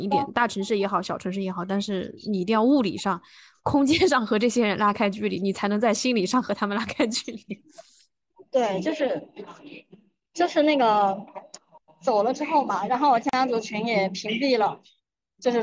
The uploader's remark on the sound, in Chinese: 摩托车-地铁-赶往机场 的路上完成的。从工作的城市飞回老家开启十几天的假期。